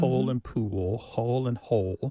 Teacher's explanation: the physical act of pronouncing that dark L kind of requires the back of the tongue to raise toward your soft palate